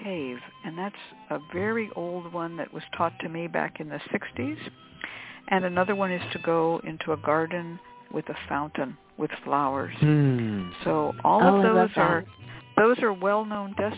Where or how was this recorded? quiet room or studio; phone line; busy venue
phone line